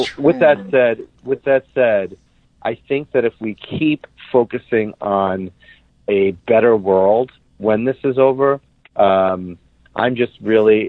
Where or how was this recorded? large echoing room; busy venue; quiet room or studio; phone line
phone line